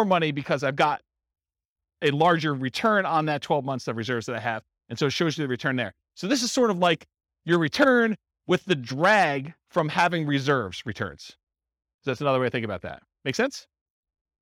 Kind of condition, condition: setting, live audience